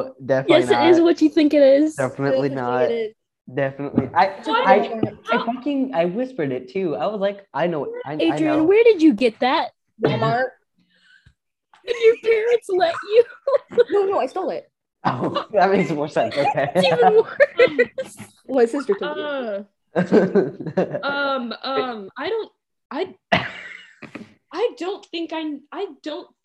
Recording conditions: video call